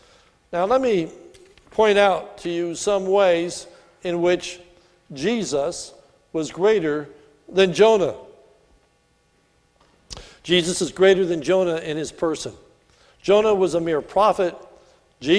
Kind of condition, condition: setting, large echoing room